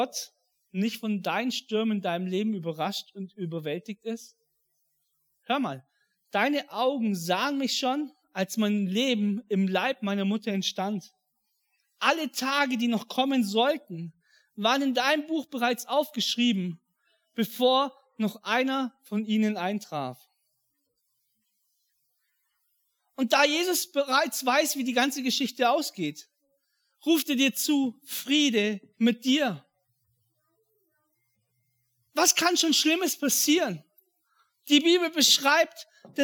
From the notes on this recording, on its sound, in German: an Heiligabend 2022 in der Life Church Ansbach